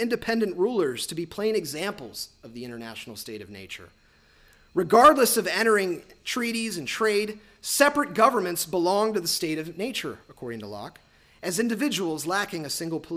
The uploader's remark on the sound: lectures on April 5, 2018 at the University of Chicago's Swift Hall